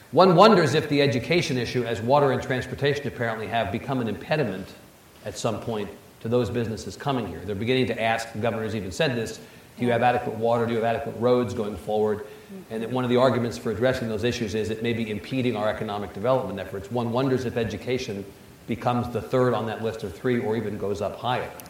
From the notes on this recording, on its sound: during the closing one-on-one keynote session of The Texas Tribune Festival